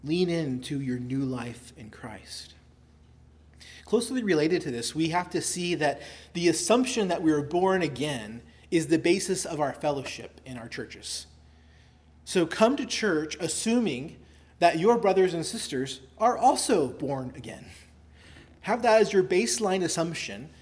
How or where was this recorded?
large echoing room